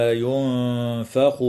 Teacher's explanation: قوله تعالى: وله الملك يوم ينفخ في الصور. إخفاء للنون الساكنة مع الغنة